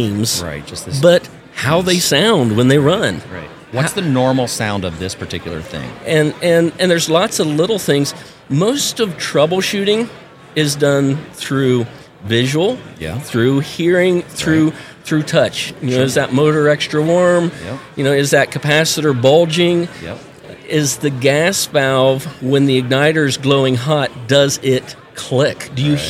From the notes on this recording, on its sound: at the 2023 National HVACR Education Conference